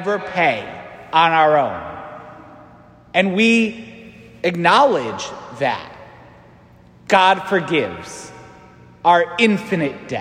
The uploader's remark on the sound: St Francis Catholic parish homily